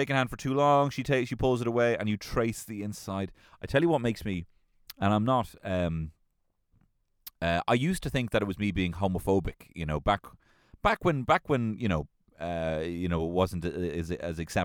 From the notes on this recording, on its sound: LIVE from my Kia Soul